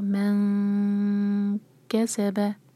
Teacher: تو مین نون M T ہے، اس کے بعد کیف ہے، تو نون کی آواز کو چھپائیں گے، 2 سیکنڈس کا ٹائم دیں گے اور کیف کے لیے زبان تیار · Term: اخفاء